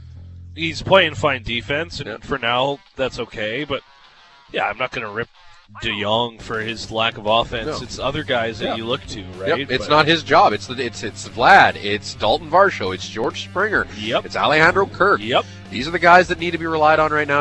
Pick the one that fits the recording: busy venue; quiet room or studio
busy venue